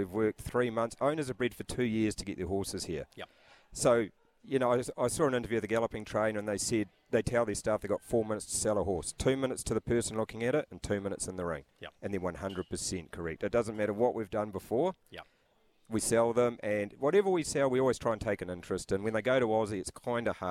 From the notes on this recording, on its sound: live from the Karaka sales